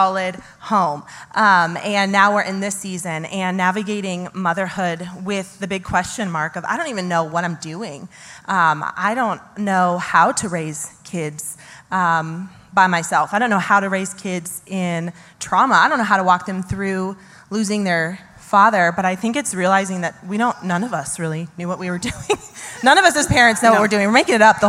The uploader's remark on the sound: Some of our incredible pastors took the stage this Sunday in our Mother’s Day panel